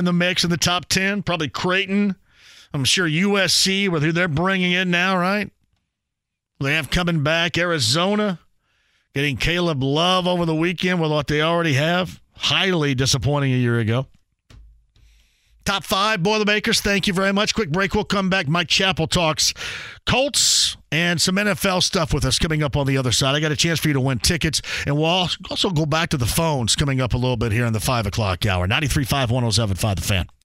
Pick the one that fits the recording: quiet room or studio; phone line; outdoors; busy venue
phone line